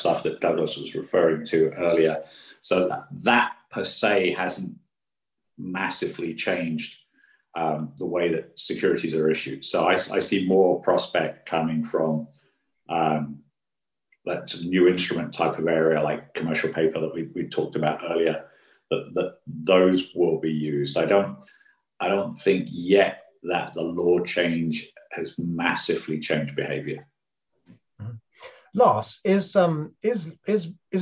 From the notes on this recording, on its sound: At this Future of Finance webinar